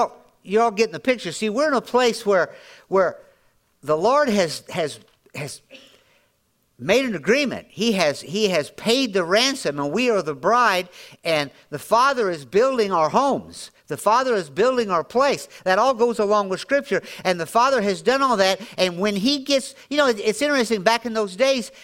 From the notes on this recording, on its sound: Audio podcast from Grace Church on 7-23-2023